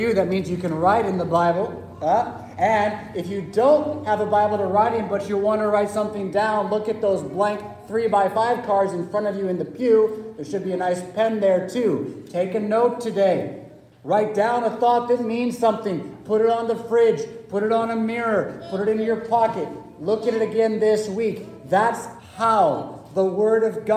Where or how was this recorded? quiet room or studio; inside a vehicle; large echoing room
large echoing room